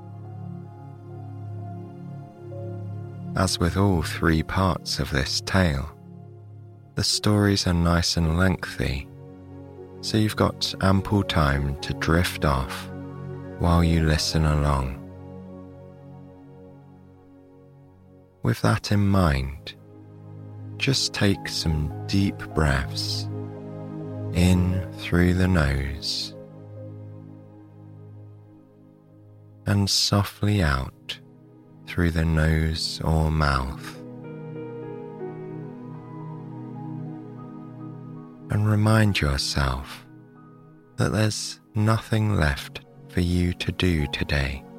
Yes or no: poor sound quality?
no